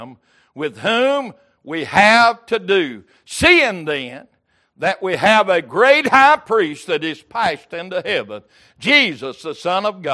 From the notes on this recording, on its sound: Wednesday Evening Service.